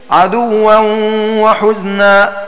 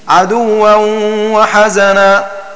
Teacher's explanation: والمعنى أي قرأ حمزة والكسائي عدوا وحزنا بضم الحاء وسكون الزاي · Shown in: first take